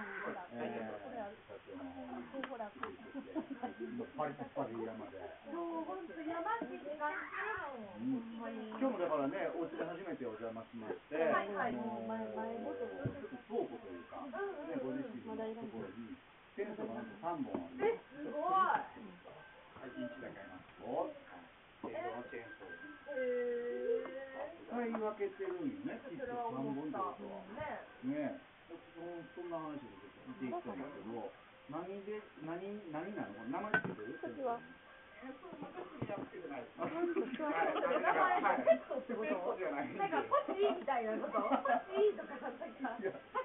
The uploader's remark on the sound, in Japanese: 機材不良のため音質が悪く申し訳ありません